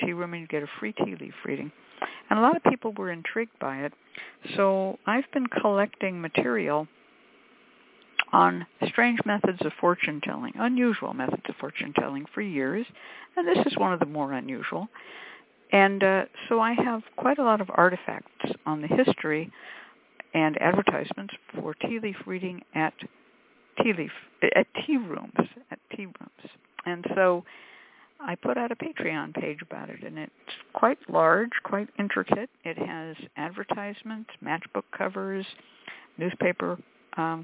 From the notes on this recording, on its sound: The Lucky Mojo Hoodoo Rootwork Hour is a real, live call-in show where the general public gets a chance to ask about actual problems with love, career, and spiritual protection. We begin this show with a Discussion Panel focussed on the topic of their choice.